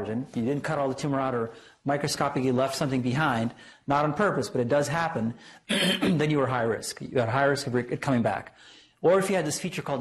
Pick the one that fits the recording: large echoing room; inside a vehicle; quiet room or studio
large echoing room